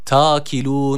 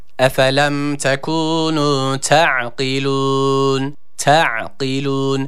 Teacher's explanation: Yani daha doğrusu t'yi uzatan bir harfi met yok. Ayn harfi var. Sakindir. Boğazımızı sıkıyoruz. · Shown in: second take